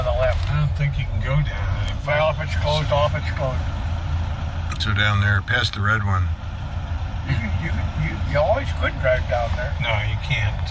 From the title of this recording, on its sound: Catawba Island Driving Tour